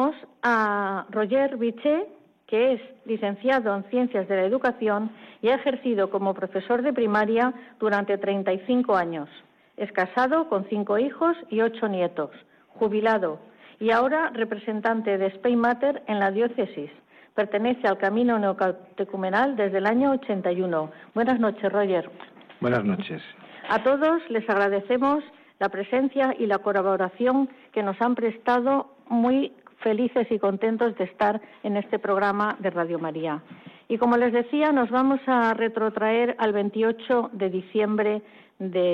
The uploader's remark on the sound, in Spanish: En Valencia. Desde Madrid, por teléfono.